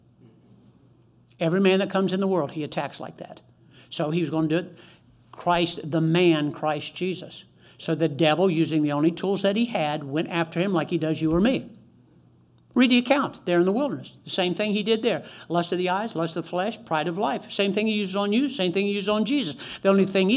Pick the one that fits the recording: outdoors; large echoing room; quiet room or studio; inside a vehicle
large echoing room